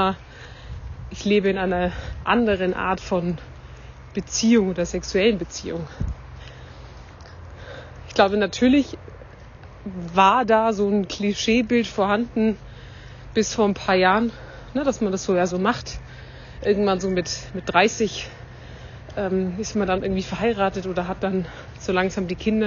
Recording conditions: phone or laptop microphone